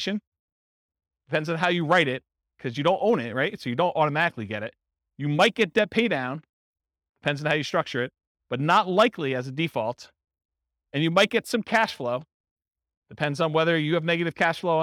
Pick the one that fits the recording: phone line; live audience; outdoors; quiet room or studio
live audience